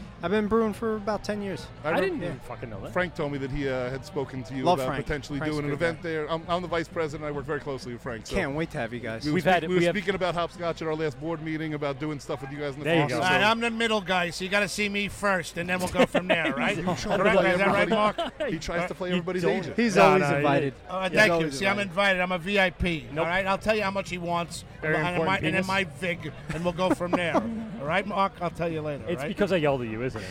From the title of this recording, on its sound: LIVE at the LI Craft Classic 2019